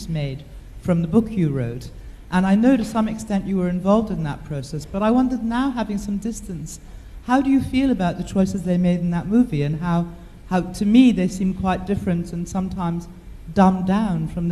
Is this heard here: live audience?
yes